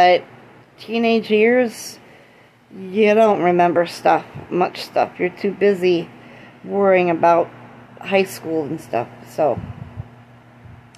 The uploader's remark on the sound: Don't mind the background noise.